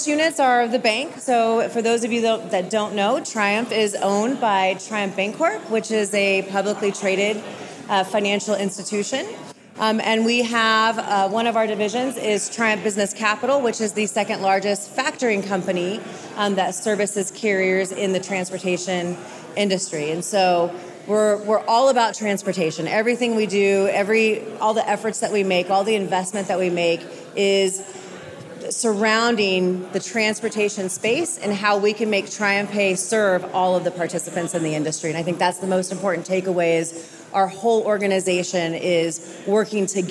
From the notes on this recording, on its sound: in this fireside chat on day 1 of the Future of Supply Chain Conference in Northwest Arkansas